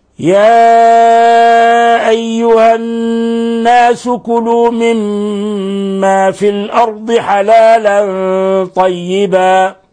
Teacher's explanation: نلاحظ كيف مددنا المد المنفصل من 4 إلى 5 حركات